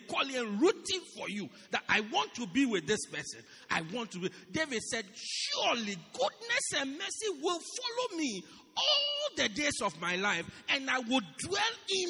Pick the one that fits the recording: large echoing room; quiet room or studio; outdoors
large echoing room